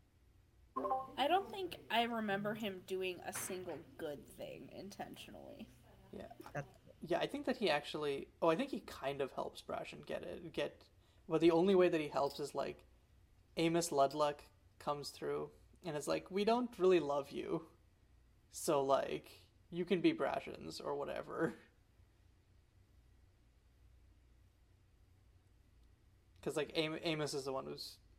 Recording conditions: uneven or low level